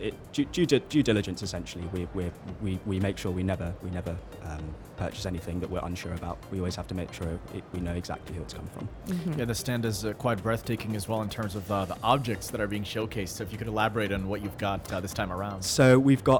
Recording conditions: busy venue